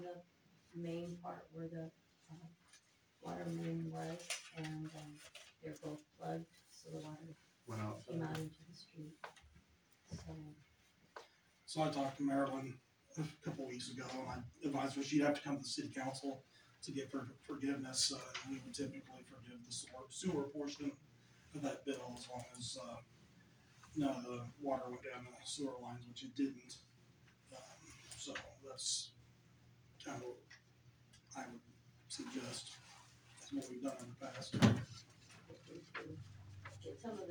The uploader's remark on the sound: AUDIO - March 14, 2023 Sac City Council Meeting